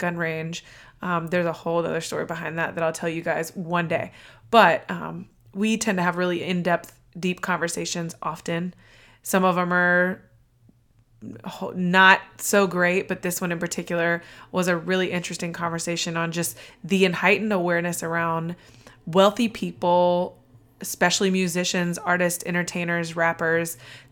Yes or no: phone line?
no